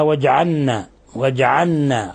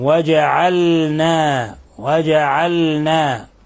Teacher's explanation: وجعلنا، بعض الناس يقرأها وجعلنا وجعلنا، هذا خطأ، يقلب اللام نونا، والصواب إظهار اللام وقلقلة الجيم · Shown in: second take